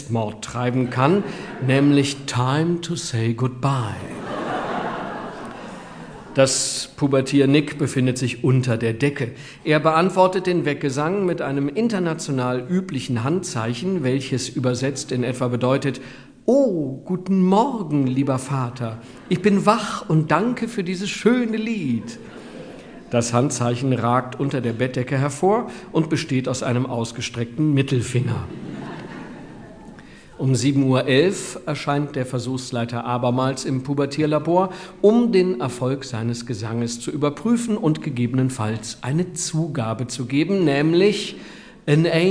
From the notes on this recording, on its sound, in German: Live-Mitschnitt. Herausgeber: Der Hörverlag.